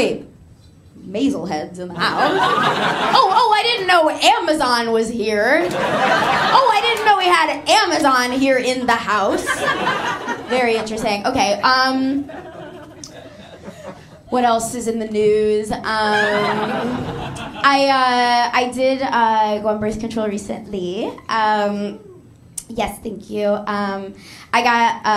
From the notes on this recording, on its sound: Here it is: our most recent amazing live show. Exploration: LIVE!